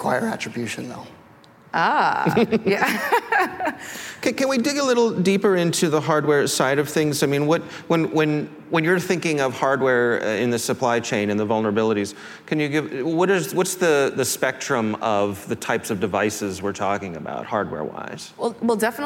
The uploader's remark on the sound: CyberWire Live: Hack the Port 2022 Fireside chat. At the Hack the Port 2022 event, the CyberWire held a CyberWire Live event.